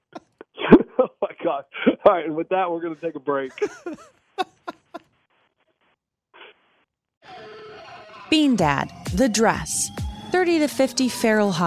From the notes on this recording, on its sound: Is still out sick still so he he has to call in from his front porch once again.